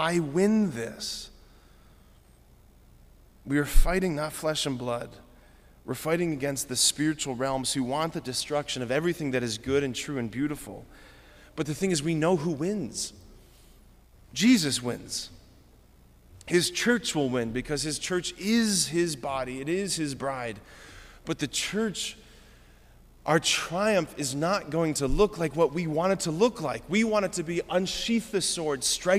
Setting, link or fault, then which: setting, large echoing room